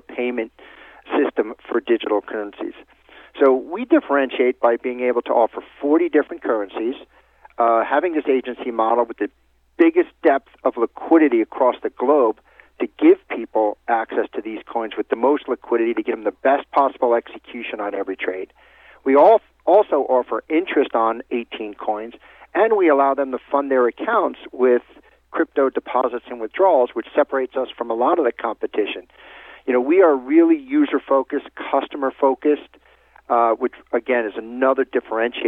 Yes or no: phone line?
yes